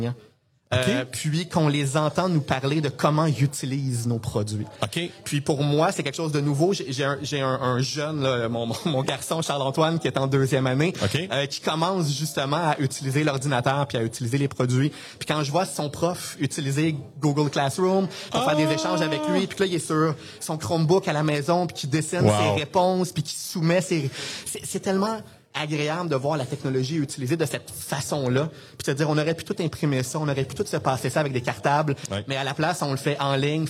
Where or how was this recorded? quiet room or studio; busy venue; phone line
busy venue